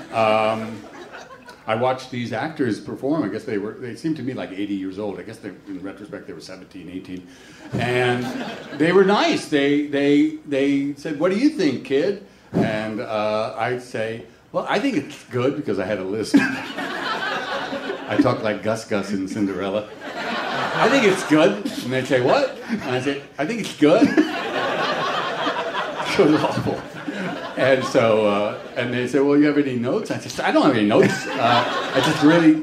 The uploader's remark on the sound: a Live WTF taping at SXSW in Austin, Texas